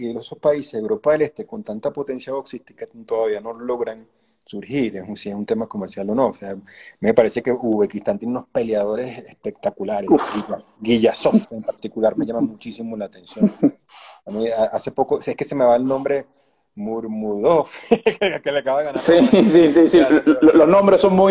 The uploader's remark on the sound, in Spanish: Aprovechó la cuarentena para, desde Colombia, hablar de todo.